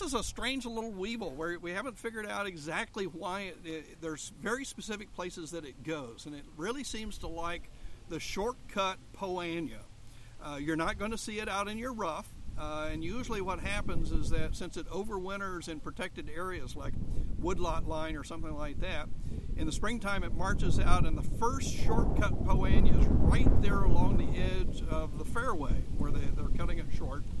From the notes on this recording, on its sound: Live at the OTF/OSU Turfgrass Research Field Day